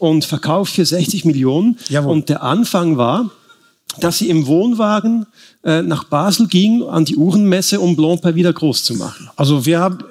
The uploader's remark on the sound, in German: vor Publikum aufgezeichnet.